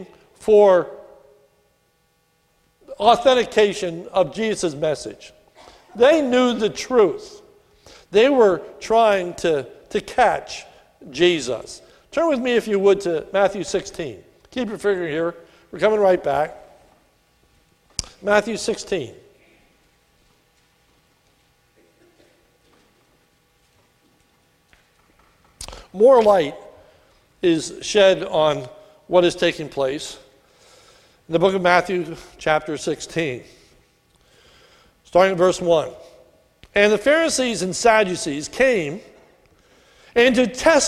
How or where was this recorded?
large echoing room